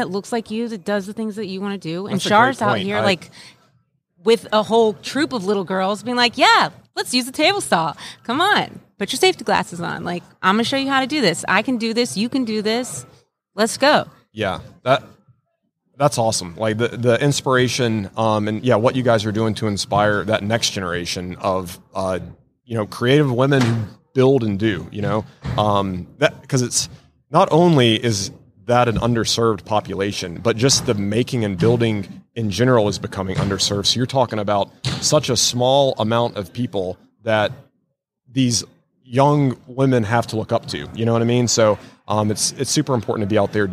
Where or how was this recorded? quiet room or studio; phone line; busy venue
busy venue